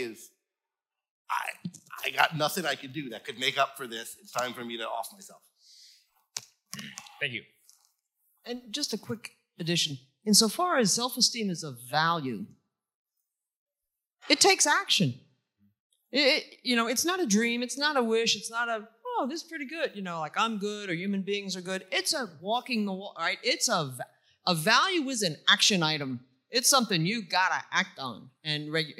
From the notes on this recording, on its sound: Recorded live at Ayn Rand Con Europe 2023.